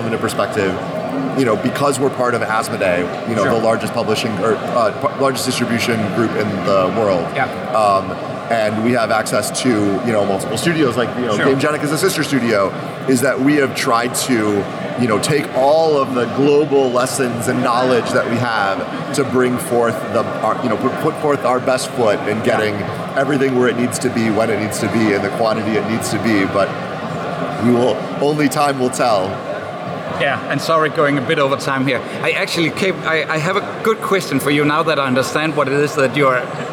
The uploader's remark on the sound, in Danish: Interviewet er optaget på Spiel 2023